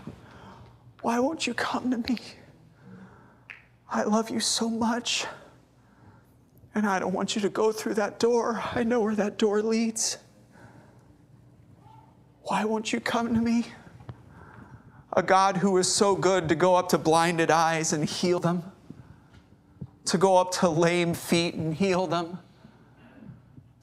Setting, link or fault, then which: setting, large echoing room